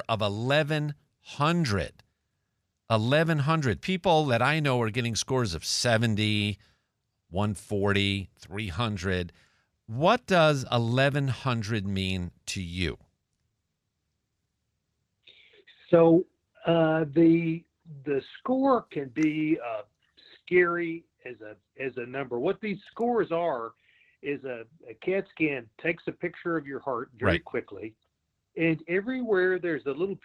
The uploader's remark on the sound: A listener from New Jersey, called into the broadcast.